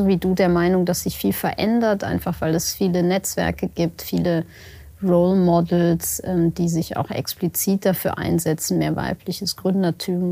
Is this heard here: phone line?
no